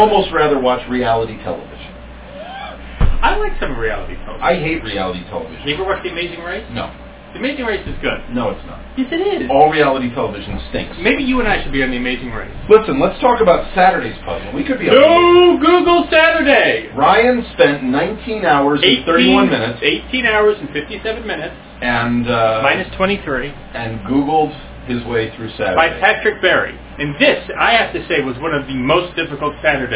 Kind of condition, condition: fault, poor sound quality